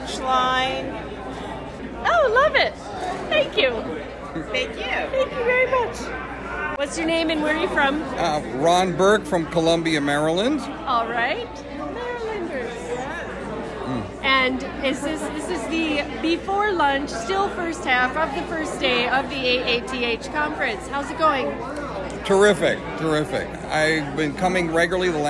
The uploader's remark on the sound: 2023 AATH Conference. First hand interviews, sounds from the actual conference.